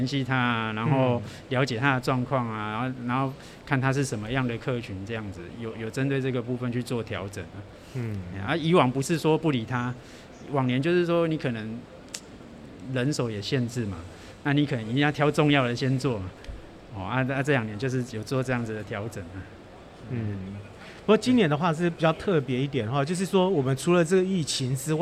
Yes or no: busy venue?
yes